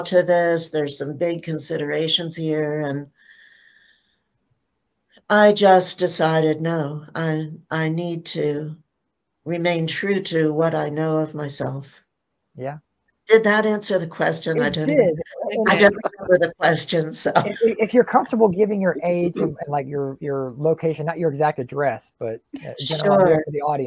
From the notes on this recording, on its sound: Panel replay from the 2022 Virtual Childfree Convention.